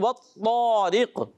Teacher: طا کے بعد جو الف تھا یا الف سے پہلے طا آ گیا، تو اس الف کو بھی ہم نے موٹا پڑھ دیا